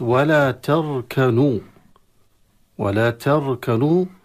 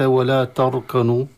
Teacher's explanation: ولا تركنوا بترقيق التاء، وليس ولا تركنوا بتفخيم التاء حتى تتحول إلى الطاء بسبب الراء المفخمة التي بعدها.